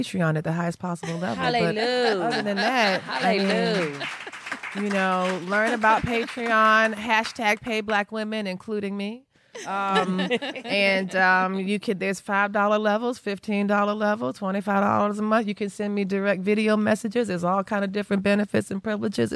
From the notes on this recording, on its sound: Live at the Modern Quilt Guild's 10th anniversary QuiltCon event in Atlanta.